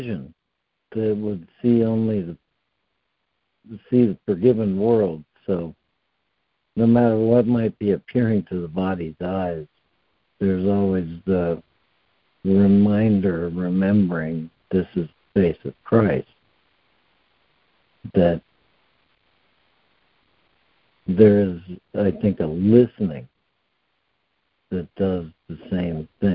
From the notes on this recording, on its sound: ACIM Daily Conference Call